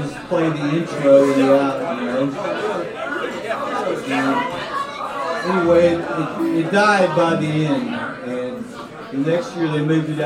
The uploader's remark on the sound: Live from Rebar at the Damn Show. Recorded at Rebar at the Dam.